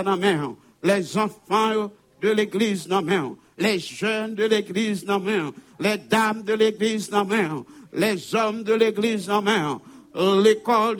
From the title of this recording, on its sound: Sunday Service Live